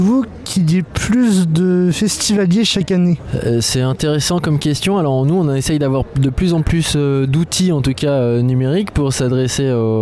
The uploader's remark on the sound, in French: Interview en direct des Transmusicales, au Liberté